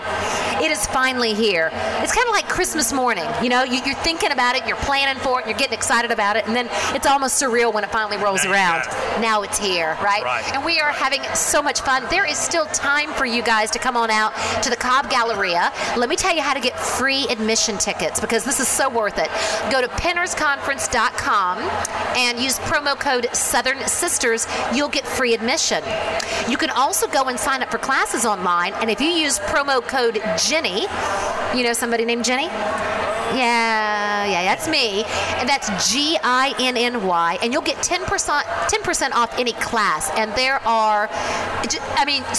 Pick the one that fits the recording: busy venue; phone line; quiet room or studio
busy venue